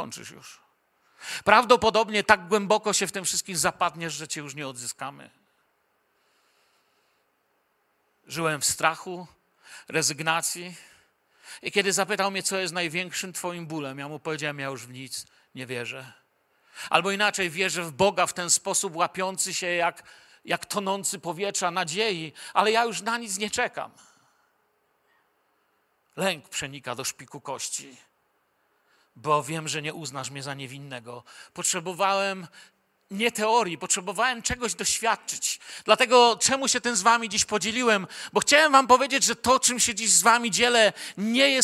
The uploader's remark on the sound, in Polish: Wykład nagrano podczas nabożeństwa niedzielnego w Kościele „Filadelfia” Bielsko Biała.